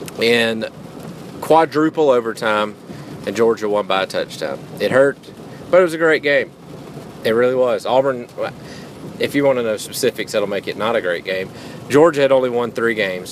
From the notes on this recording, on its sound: while driving through a monsoon.